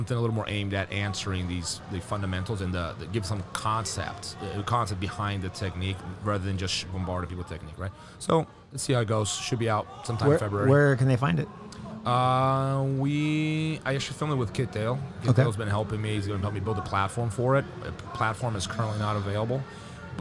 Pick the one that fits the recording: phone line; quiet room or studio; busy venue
busy venue